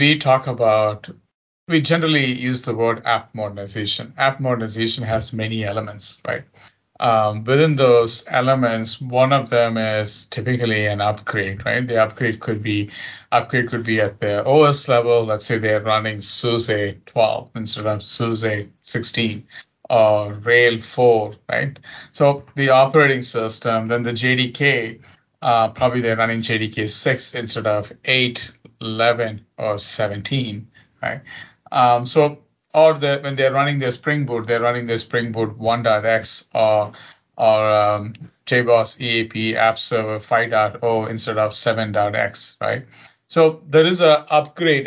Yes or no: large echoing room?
no